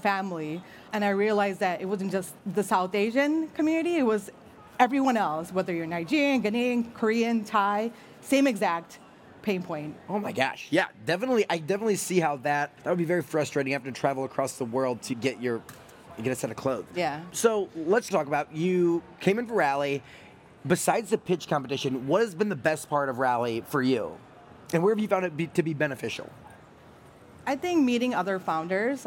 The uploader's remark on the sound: This conversation took place at Rally, the Largest Global Cross-Sector Innovation Conference.